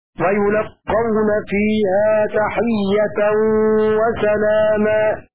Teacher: بضم الياء وفتح اللام وتشديد القاف